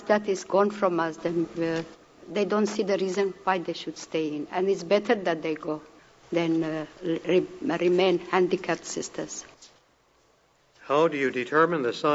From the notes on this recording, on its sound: Today's episode is a recording of a talk that she gave at our 1976 National Meeting.